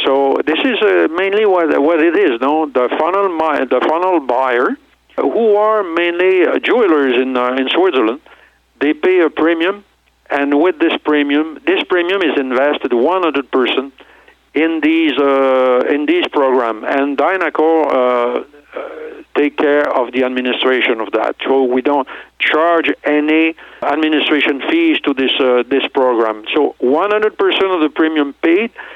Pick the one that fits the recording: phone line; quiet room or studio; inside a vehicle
phone line